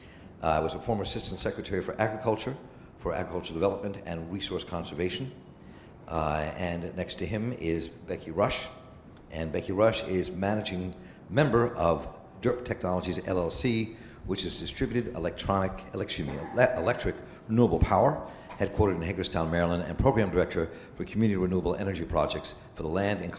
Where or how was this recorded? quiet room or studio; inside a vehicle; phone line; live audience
live audience